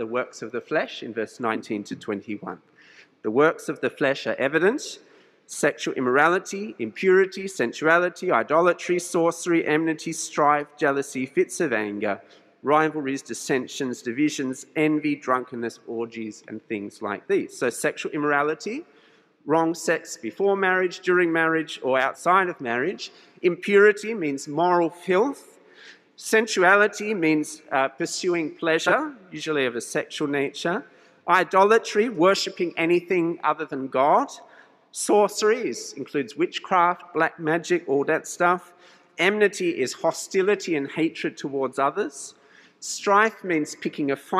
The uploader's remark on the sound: This sermon was preached at St George's Church, Penang on 26th June 2022.